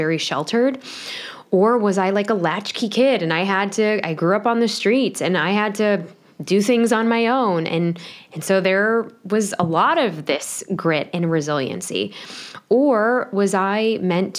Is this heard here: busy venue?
no